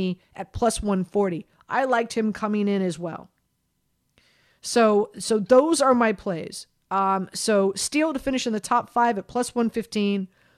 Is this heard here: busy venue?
no